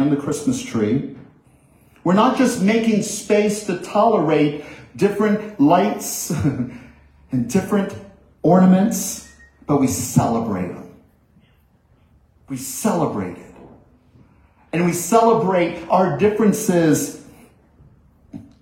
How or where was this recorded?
live audience